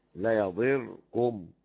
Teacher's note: نافع بن كثير وأبو عمرو ويعقوب، يكسر الضاد ويسكن الراء